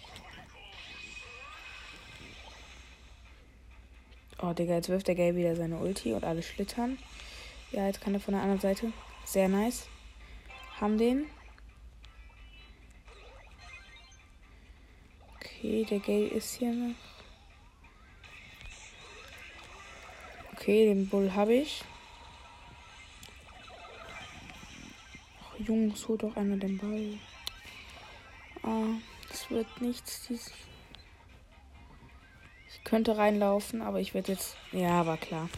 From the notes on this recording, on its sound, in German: Der sound ist noch schlecht ich weiß